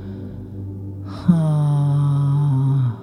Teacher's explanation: Рот все время приоткрыт, а звук «ха» должен быть очень легким, почти неслышным, как придыхание